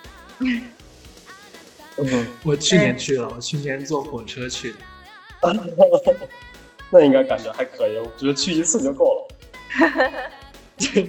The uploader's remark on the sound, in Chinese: 音质烂炸了